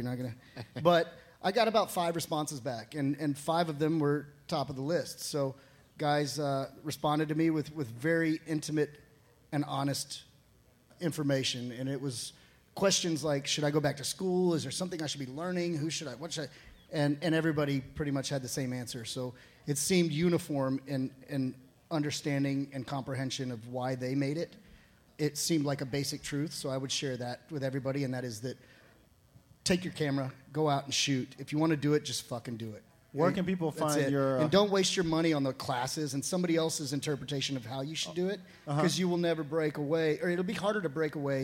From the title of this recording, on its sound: Live from Antone’s